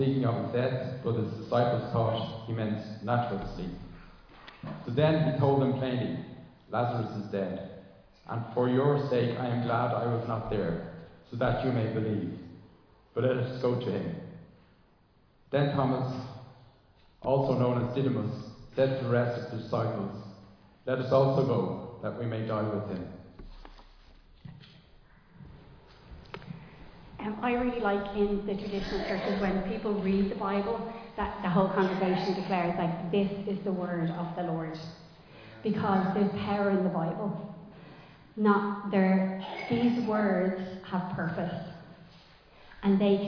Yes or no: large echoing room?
yes